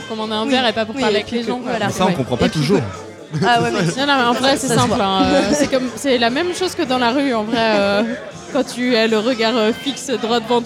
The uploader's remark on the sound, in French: Épisode enregistré au Sully (Paris 10e).